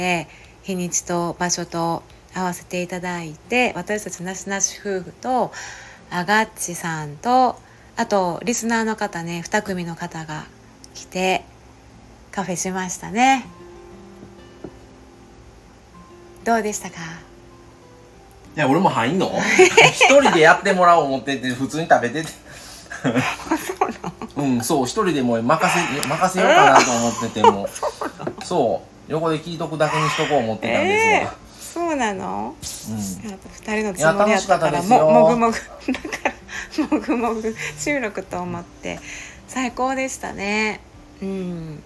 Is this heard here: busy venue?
no